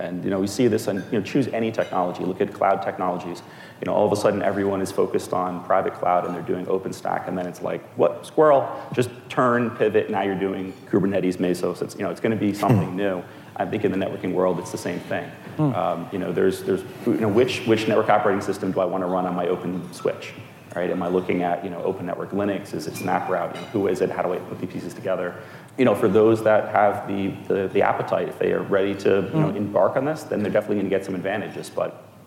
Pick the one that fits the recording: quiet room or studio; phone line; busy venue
busy venue